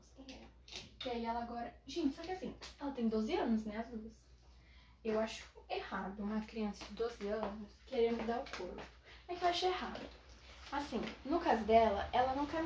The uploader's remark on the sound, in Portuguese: Fiz esse ep de tarde. Desculpem pelos barulhos.